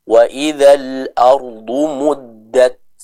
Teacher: Syiddahnya baru hamasnya. Suaranya tertahan, setelah itu baru dikeluarkan sedikit udara untuk menyempurnakan sifat hamas dari huruf ta tersebut.